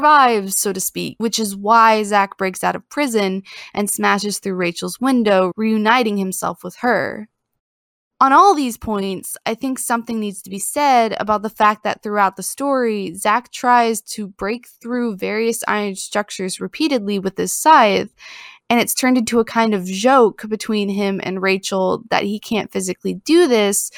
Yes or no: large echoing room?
no